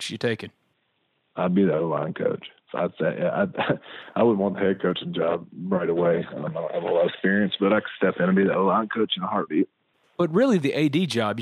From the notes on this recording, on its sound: joins on the Modern Woodmen phone line